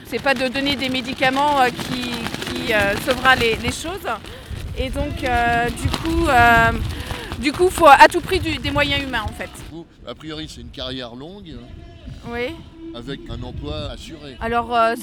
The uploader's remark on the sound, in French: Interviews enregistrées à Nantes le 14 janvier 2019 lors de la manifestation contre le projet de réforme des retraites…